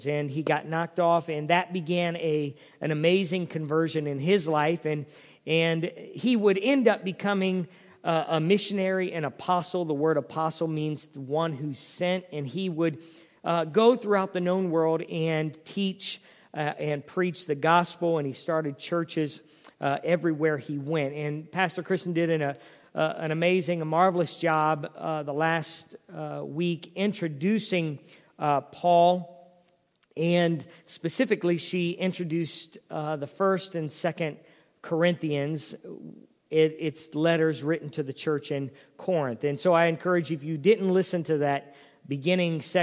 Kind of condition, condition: setting, large echoing room